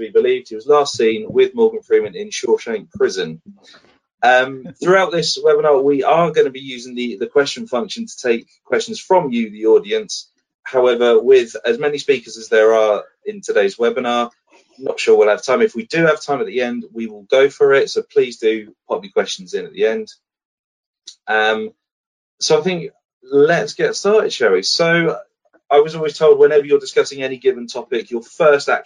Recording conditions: video call